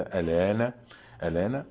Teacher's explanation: قرأها ورش بن وردان بالنقل، نقل حركة الهمزة إلى اللام مع حذف الهمزة. الآن الآن هي من أصولهم، والباقون الآن.